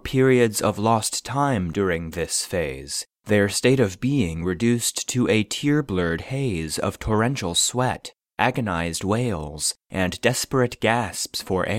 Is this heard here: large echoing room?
no